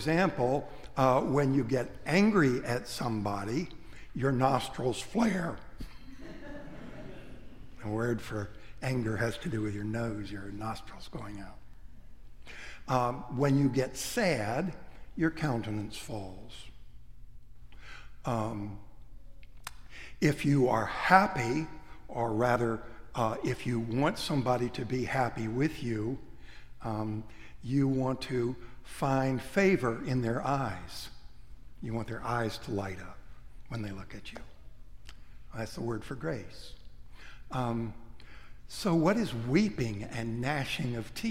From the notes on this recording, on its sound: Preached at Trinity-by-the-Cove, Naples, Florida. Readings cropped.